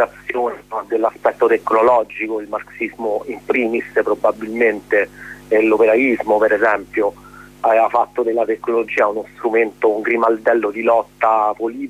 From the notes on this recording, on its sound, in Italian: Ne parliamo al telefono con due compagni.